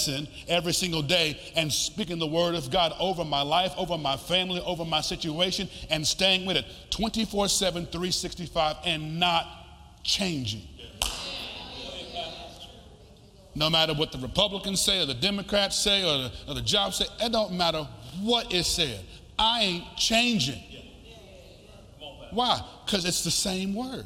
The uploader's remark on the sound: This week is a live teaching setting from his message at the Faith Conference of FSWM